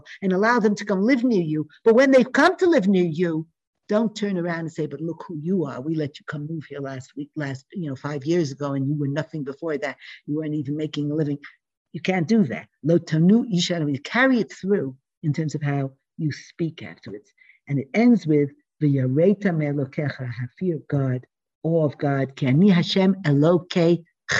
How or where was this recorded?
video call